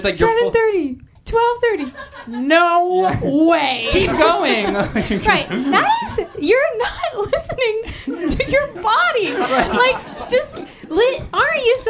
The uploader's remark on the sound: Live Show.